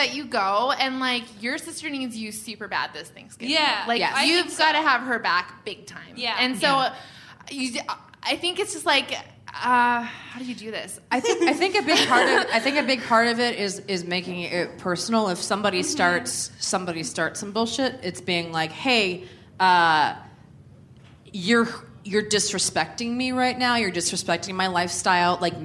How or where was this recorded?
live audience